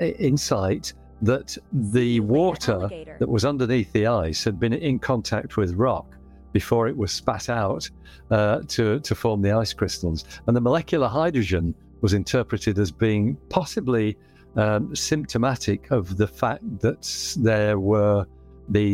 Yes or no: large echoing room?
no